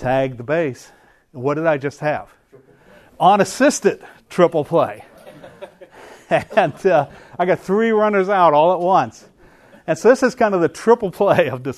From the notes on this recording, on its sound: The following audio comes from the National Disciple Making Forum by Discipleship dot org.